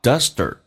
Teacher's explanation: A featherduster，他说是一个鸡毛掸子，这个 duster 就表示掸子。那么 duster 美语当中 ST 组合 T 要进行浊化，叫 duster。